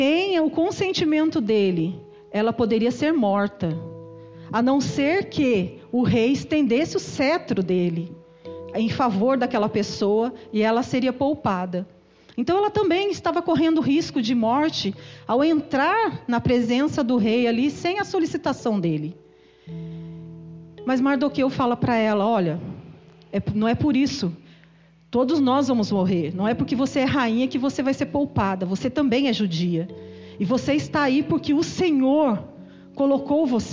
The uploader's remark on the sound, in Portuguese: Culto gravado em 10/06/2022 durante culto da cura e libertação.